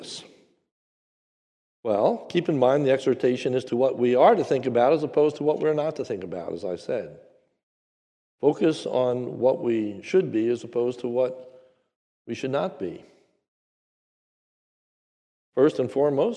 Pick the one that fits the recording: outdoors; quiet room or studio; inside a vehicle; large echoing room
large echoing room